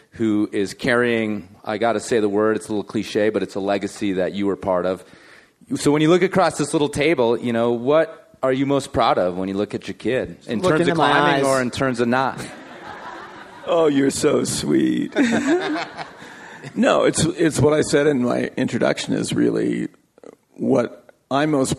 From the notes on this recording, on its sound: We rebroadcast audio from the 5point Aspen event from Feb 2013. In front of a capacity crowd at the Wheeler Opera House in Aspen.